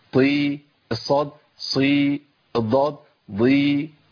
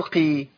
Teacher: احنا اتفقنا ان حروف الاطباق الاربعه الطاء والصاد والضاد والظاء، الاربع حروف بتوع الاطباق، التفخيم فيهم زائد شويه عن الثلاث حروف الثانيه بتوع الاستعلاء